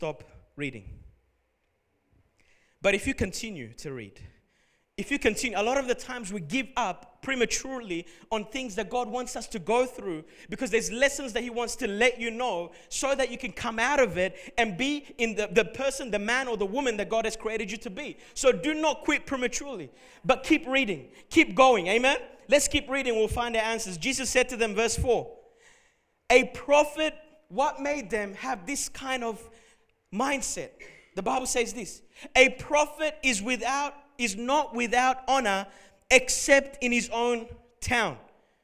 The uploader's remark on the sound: Recorded at Revive Church Melbourne